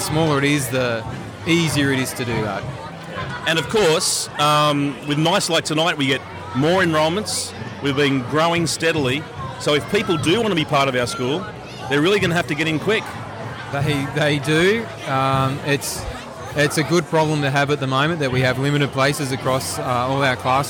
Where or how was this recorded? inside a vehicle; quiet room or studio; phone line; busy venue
busy venue